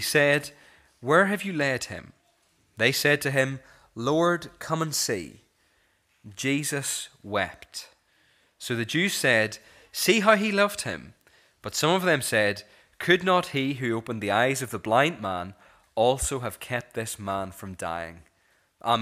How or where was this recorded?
large echoing room